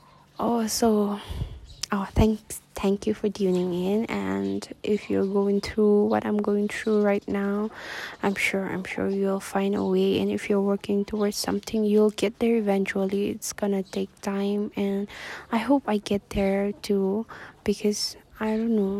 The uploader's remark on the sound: Also forgive the windy episode